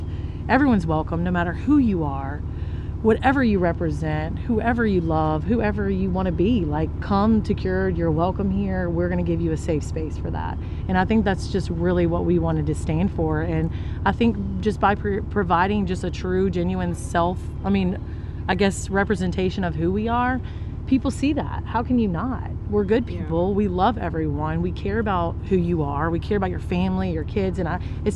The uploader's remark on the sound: On Columbia Street in the heart of downtown Covington, you'll find Cured. Joined us in their back garden.